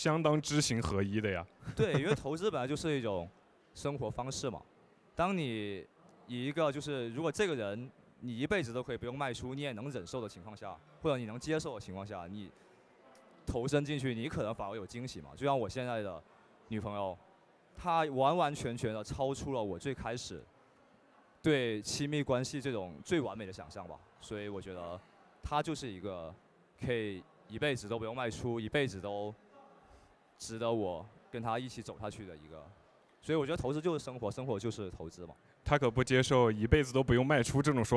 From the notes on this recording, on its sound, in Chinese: 2023雪球嘉年华之旅。雪球嘉年华第二现场对谈。